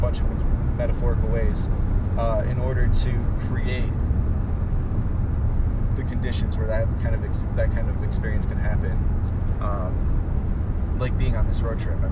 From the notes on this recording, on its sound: While driving through the Sonoma wine region of northern California